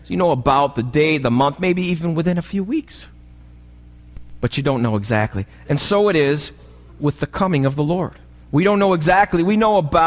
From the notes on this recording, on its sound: This message was recorded live at the Alabama Full Gospel Fellowship church.